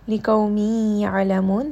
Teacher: لِقَوْمِ يَعْلَمُونَ، this is going to be idgham with ghunna. We see that there is a tanween followed by the letter ya, and this letter ya is going to get merged together.